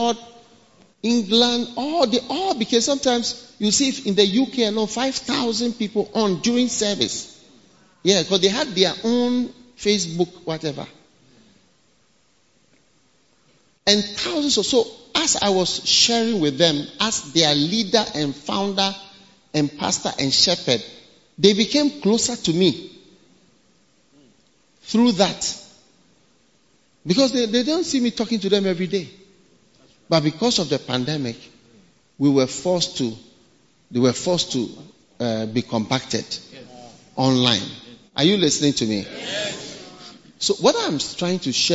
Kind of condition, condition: setting, live audience